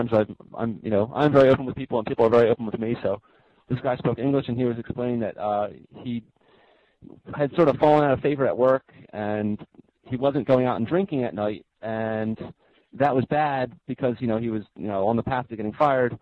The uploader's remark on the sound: Call In Show